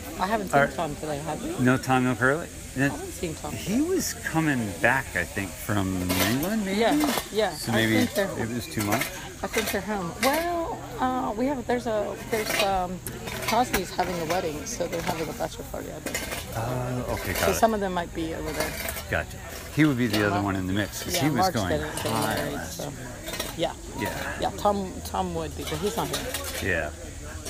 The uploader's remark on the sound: Spontaneous podcast recording can be difficult when trying to cover a lot of mini-interviews. In between the interviews during the comp I recorded the atmosphere during the event to give you all the sounds of riding with fans shouting their approval.